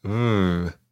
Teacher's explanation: In Spain, it's pronounced a sort of combination between a B and a V, and it sounds something like V.